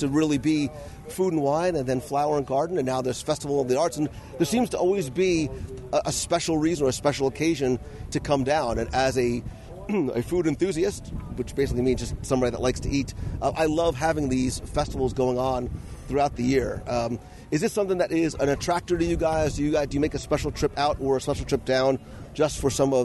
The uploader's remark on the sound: LIVE Walkabout and Review of Epcot’s Festival of the Arts. LIVE from the Epcot International Festival of the Arts, as we wander through Future World and World Showcase. We not only review all there is to see, do, and enjoy, but wander the World Showcase promenade and sample food and drinks from each of the Festival marketplace kitchens in our live review!